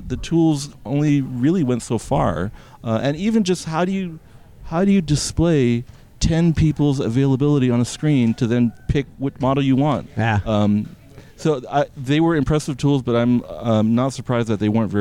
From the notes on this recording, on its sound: at Jobvite's Recruiting Nation LIVE!